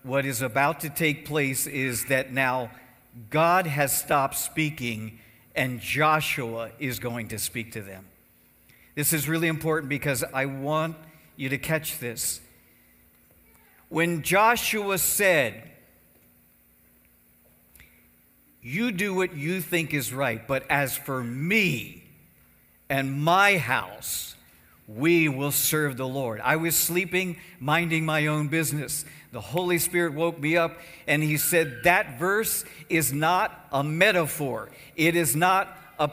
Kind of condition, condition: setting, large echoing room